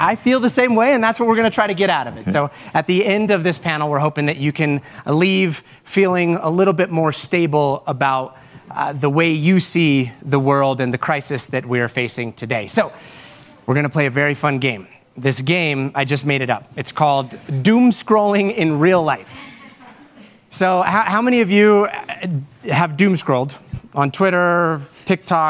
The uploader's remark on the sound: joined on stage at this 2022 Aspen Ideas Festival event